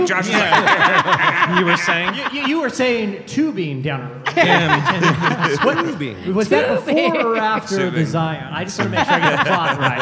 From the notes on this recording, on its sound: For our live taping of the RELEVANT podcast’s 600th episode.